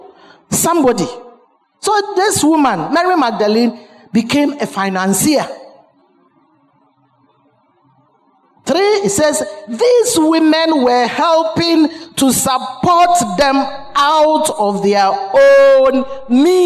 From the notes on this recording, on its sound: Sermon preached at CBC Adabraka Campus